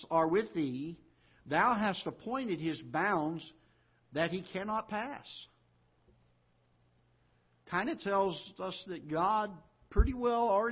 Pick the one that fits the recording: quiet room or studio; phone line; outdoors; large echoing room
large echoing room